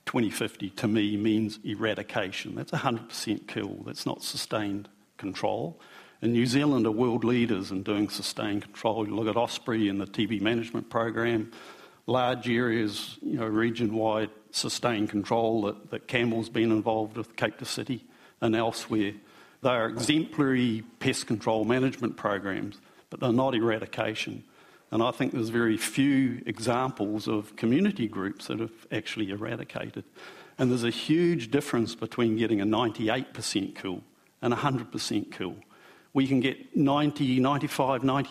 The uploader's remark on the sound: A panel discussion. With five experts in pest biology and large scale eradication porjects.